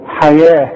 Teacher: لما اجي اقول لك اكتب الحياة هتكتبها ي وألف الحياة، انما كتابة المصحف خلاف الكتابة العادية، دي مكتوبة بالواو لكن انطقها بالألف، ولذلك رسم لك ألف فوق الواو. حياة التاء المربوطة بتتحول إلى هي عند الوقف، حياة، وعند الوصل حياة ومن الذين أشركوا.